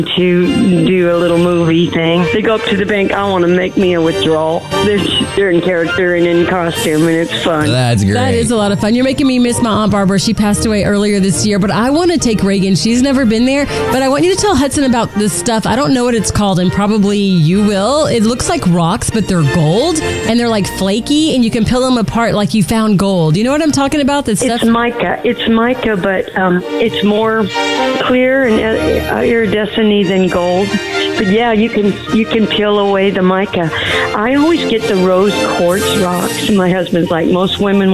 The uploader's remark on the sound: Listeners call in to chat about summertime memories and things they look forward to doing this summer. 94.9 KLTY.